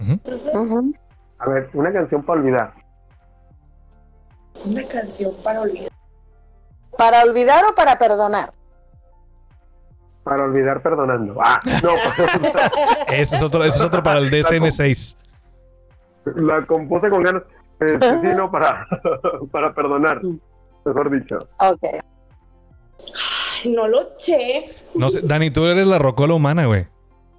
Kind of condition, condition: link, video call